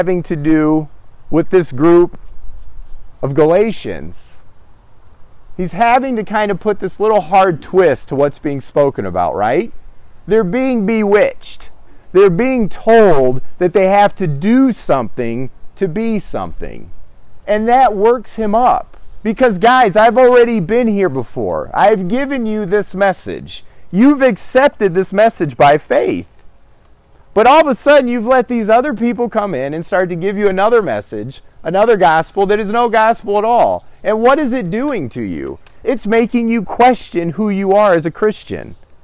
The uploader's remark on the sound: Christ In Me (backyard sermon). Recent sermon preached during Agape’s annual “backyard gathering”.